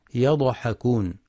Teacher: يخطئ من يقرأ يضحكون بقلقلة الضاد يضحكون، والصواب سكونها مع الإتيان بالاستطالة.